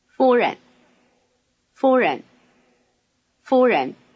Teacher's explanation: Notice the tone sequence, high tone, neutral tone.